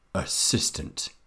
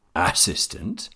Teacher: The stressed syllable in the word assistant is the second one. · Shown in: first take · If I stress the first assistant or last assistant, it is difficult to understand.